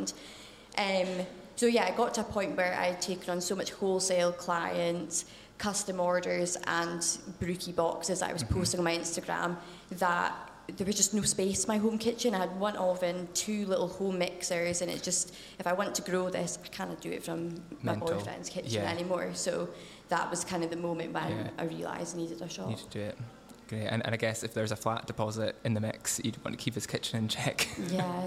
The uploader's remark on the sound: Bringing together a live studio audience